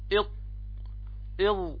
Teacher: اللسان إلى جهة الحنك العلوي، يعني هو عبارة عن استعلاء وزيادة وانطباق الحنك على وسط اللسان بحيث ينحصر الصوت بينهما · Term: الإطباق